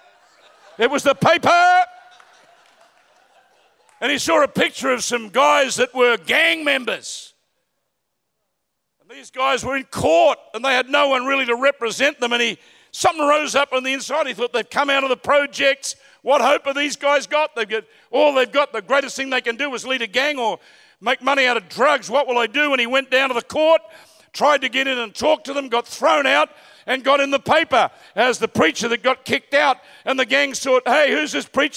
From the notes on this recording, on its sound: Recorded at Planetshakers Church (Melbourne).